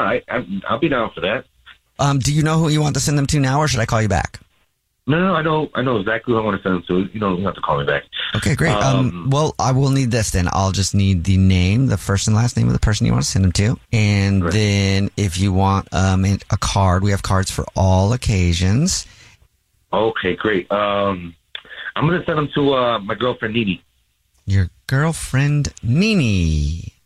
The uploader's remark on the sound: there is a woman on the phone